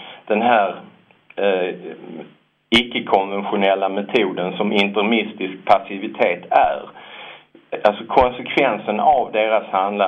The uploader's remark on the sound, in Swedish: Vi får höra en telefonintervju